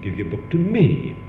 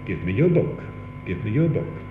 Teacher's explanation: I put a strong stress on the pronoun me, and I used a falling tone · Shown in: first take